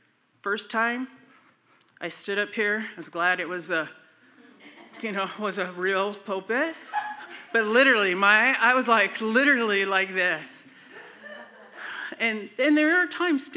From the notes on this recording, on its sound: We are sharing content from the Breaking New Ground live event from October 2022. This episode was from a breakout session.